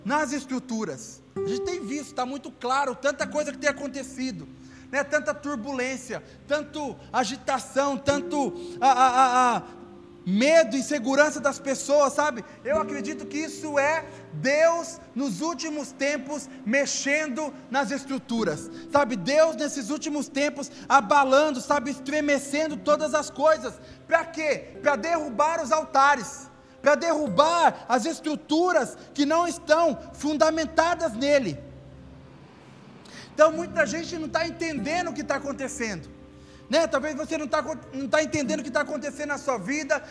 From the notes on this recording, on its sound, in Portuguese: Áudio do Culto de Domingo do dia 12/12/2021.